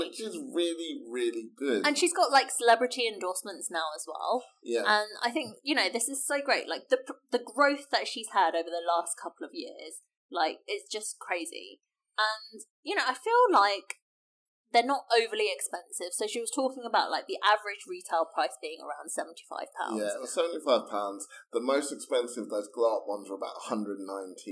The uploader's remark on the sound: It didn't go that well technically, so we're sorry about the quality!